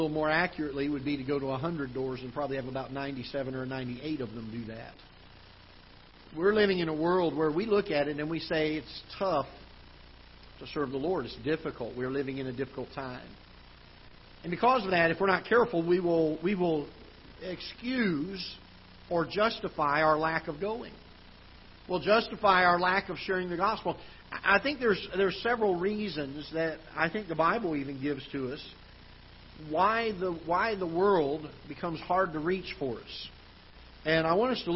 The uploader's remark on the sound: Ketha Heights Baptist Church ~ Live Broadcast